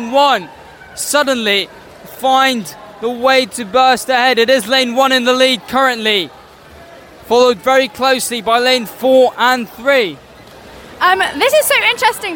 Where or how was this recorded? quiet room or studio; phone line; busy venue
busy venue